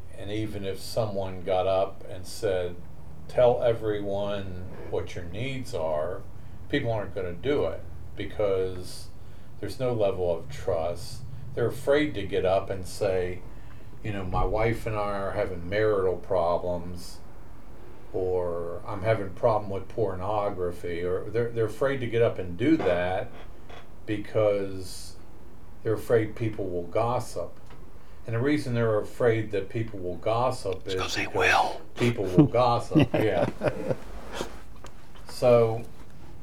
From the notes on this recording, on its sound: We are still new to recording a podcast so you may notice uneven sound, and background noise [Including a fly].